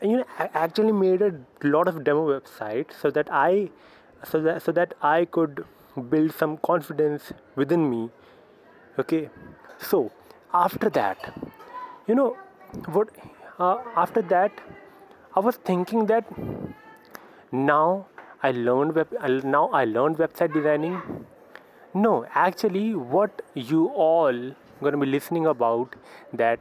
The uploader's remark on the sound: I quickly grabbed my phone and now, I am doing this